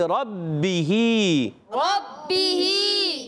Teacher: با مشدد ذرا رک کر ادا کریں گے